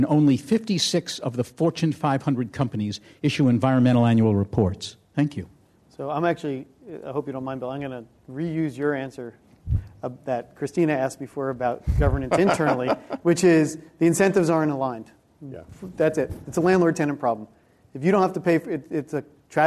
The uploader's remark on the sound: This program was recorded in front of a live audience at the Commonwealth Club of California, San Francisco on March 11th, 2011